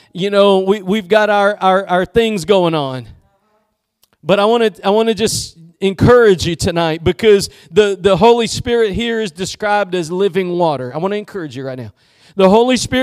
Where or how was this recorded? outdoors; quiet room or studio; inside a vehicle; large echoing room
large echoing room